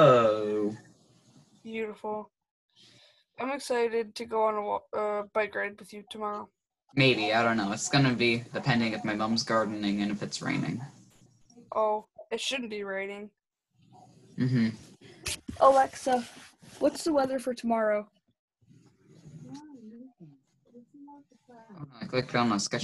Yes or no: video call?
yes